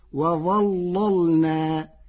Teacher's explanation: قرأ ورش كلمة وظللنا بتغليظ اللام الأولى فتصير وظللنا لمناسبة الظاء المفخمة.